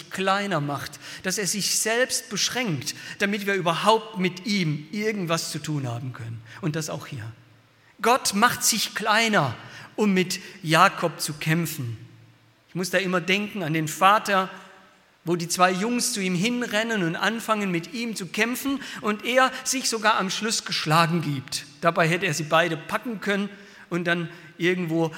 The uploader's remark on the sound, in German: aus dem Gottesdienst der Liebenzeller Mission